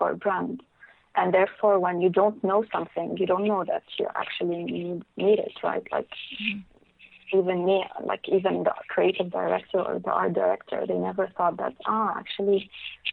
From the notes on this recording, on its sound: I was joined on the phone by one of the few type designers for Arabic alphabet.